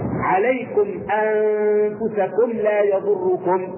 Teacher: نخرج الميم الساكنة من مخرجها، ومخرج الميم الساكنة من؟ من وين؟ من الشفتين مع إطباقهما · Term: الإظهار الشفوي